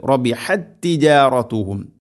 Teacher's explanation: അവിടെ ഇദ്ഗാം മുതമാസിലൈൻ എന്നാണ് പറയുക ആ നിയമത്തിൻ്റെ പേര്. ഒന്നാമത്തെ താഇന് രണ്ടാമത്തെ താഇലേക്ക് ഇദ്ഗാം ചെയ്ത് അഥവാ കൂട്ടിലയിപ്പിച്ച് ഒറ്റക്ഷരമായിട്ട് ഉച്ചരിക്കും